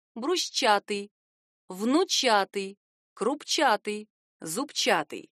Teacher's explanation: Чаще всего этот суффикс бывает безударным — рубчатый, лапчатый, стрельчатый, игольчатый, желобчатый. Но в ряде прилагательных ударение падает именно на суффикс